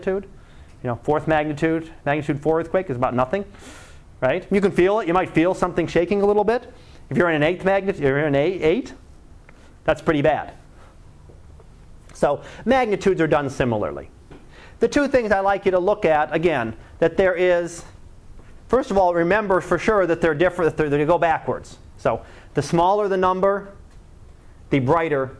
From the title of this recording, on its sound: Live Class Lecture